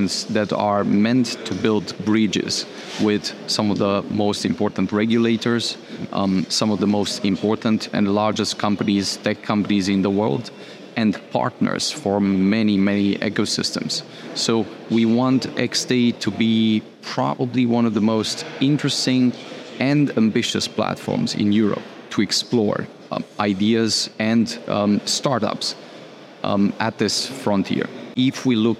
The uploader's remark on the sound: This week's podcast features a number of interviews we conducted in Romania, during the xDay conference hosted by MultiversX.